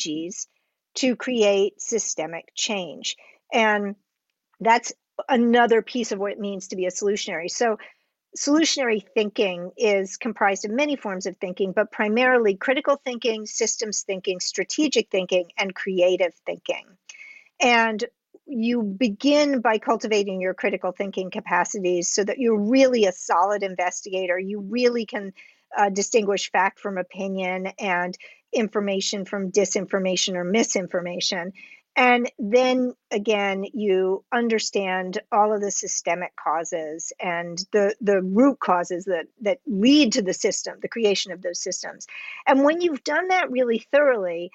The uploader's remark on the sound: Recorded March 22, 2021 via Riverside.fm.